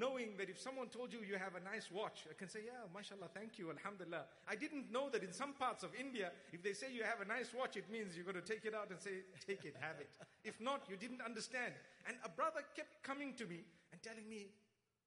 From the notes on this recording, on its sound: Lecture. In Dubai at Zayed Bin Mohammed Family Gathering on Jan 19th, 2018.